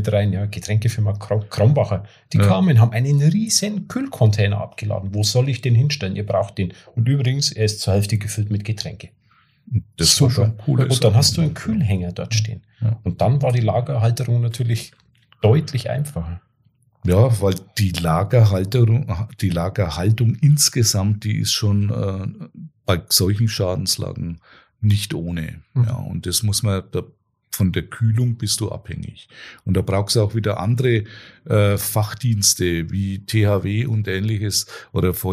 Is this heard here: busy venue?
no